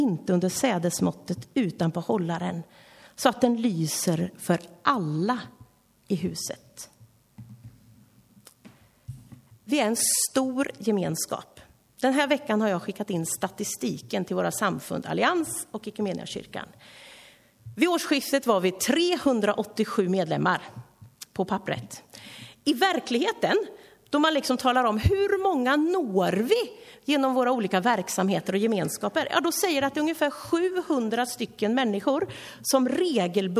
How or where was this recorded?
large echoing room